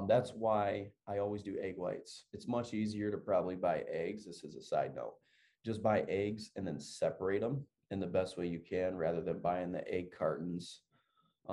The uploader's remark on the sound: Take a listen on an educational zoom call that I had with all of my fitness clients.